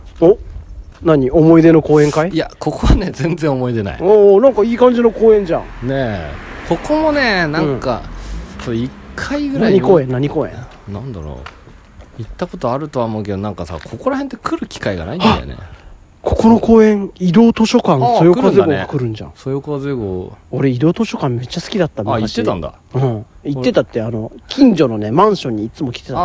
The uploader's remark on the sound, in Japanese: 天王台駅周辺散策回。外の雑音が入ってます。天王台駅前から。